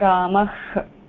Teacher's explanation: Visarga is an unvoiced sound with a very light breath, without any vibration